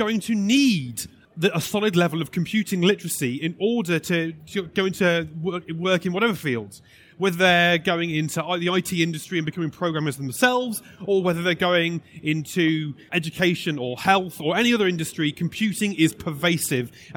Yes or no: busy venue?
yes